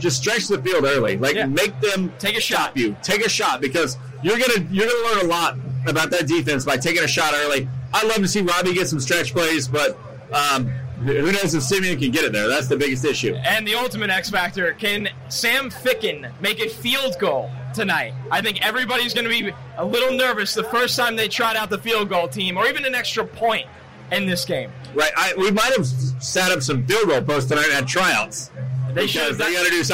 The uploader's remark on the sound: Live From MNF At MetLife Stadium